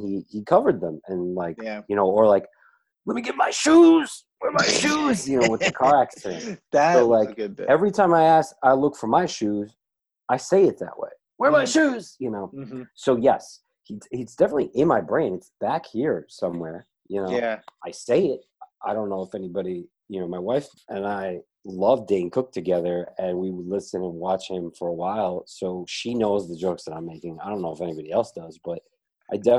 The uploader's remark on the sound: On Zoom so there are small sound discrepancies.